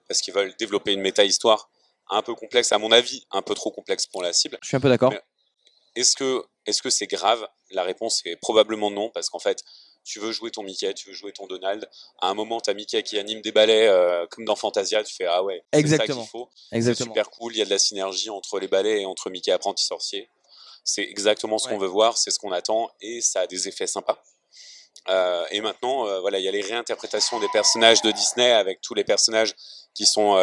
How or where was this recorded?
busy venue